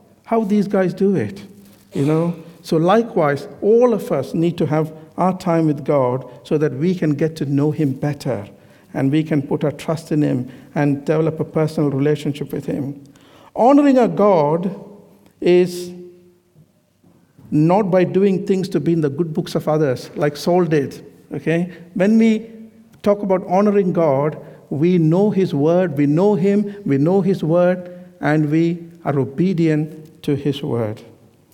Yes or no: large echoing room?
yes